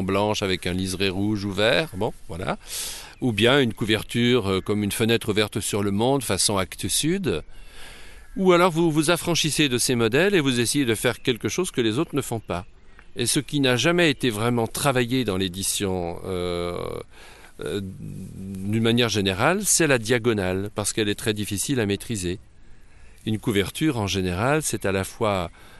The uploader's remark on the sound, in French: enregistré en avril 2015 à la Fête du Livre d’Autun